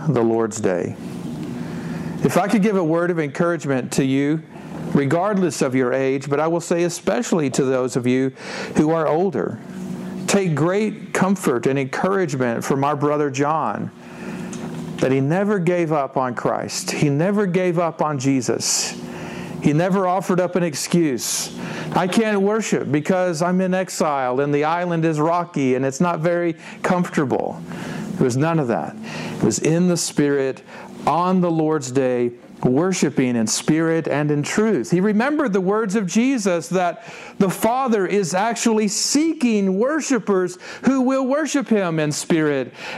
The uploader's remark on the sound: This version was preached at Westminster Presbyterian Church in Greenville, Texas on 26 March 2017.